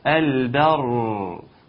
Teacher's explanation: حين الوقف عليها الراء مفخمة لأنها مفتوحة، فهنقول البر بكل قوة لراء مفخمة، فحكمات التفخيم لازم تكون قوية، البر.